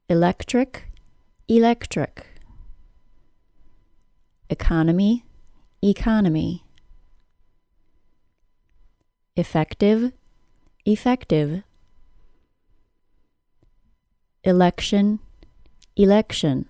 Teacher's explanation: First, correctly, with a beginning short I sound. Then, less correctly, by using the long E.